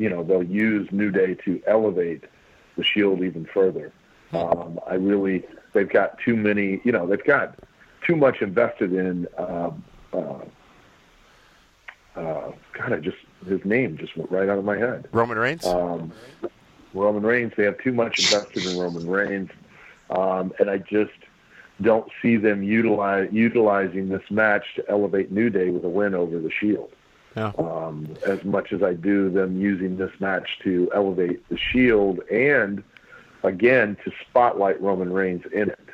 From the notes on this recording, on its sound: we take your LIVE phone calls!